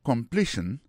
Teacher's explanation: Pour completion dans lui-même, accent tombé sous deuxième syllabe là.